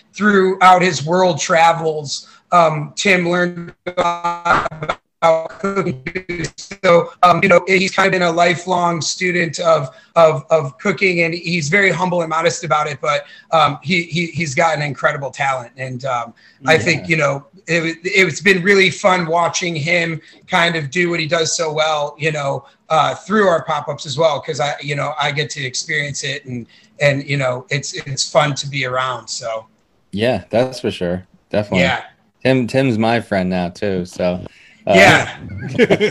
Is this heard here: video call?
yes